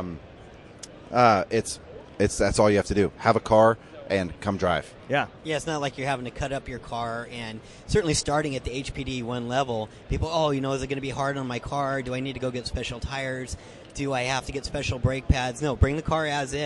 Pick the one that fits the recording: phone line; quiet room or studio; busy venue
busy venue